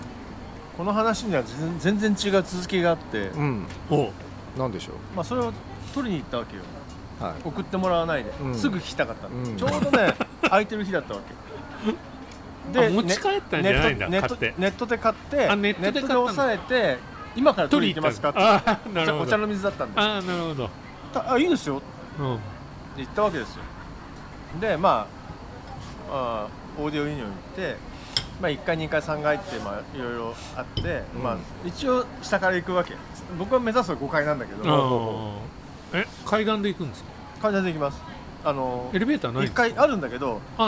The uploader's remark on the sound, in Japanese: 忘年会を兼ねて12月に某カフェのテラス席で収録した。ワインもかなり進んでいますが。